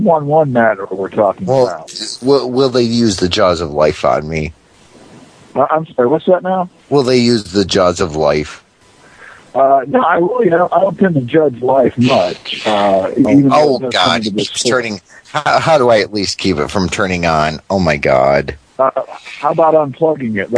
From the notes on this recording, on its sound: Prank Phone Calls